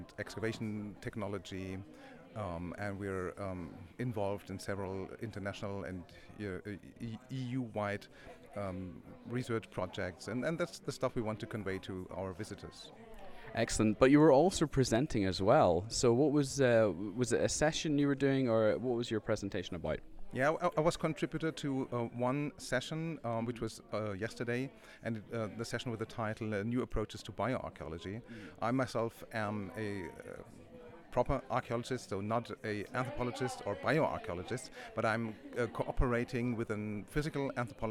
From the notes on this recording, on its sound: These are selections of conversations recorded at the EAA2019 conference in Bern, Switzerland.